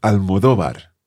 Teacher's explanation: I think in English, very often we hear people saying Almodóvar, but the stress should be on the O of the second last syllable